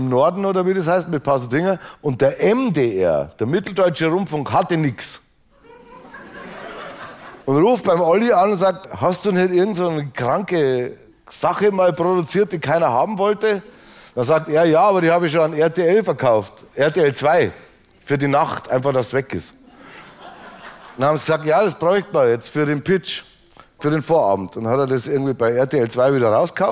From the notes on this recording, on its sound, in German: vor Straubinger Live-Publikum im Rahmen der "Blauen Couch on Tour"